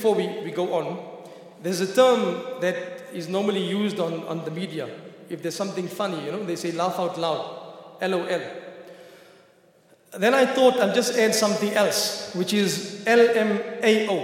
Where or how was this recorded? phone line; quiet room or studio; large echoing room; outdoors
large echoing room